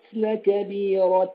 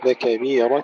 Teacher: لكبيرة يعني لا تبالغ في تفخيم الراء · Shown in: second take